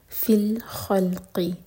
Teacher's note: خو ہیوی اور لام ساکن پر جھٹکا نہ ہو